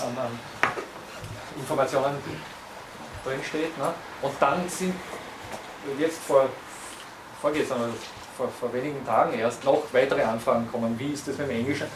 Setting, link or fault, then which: setting, large echoing room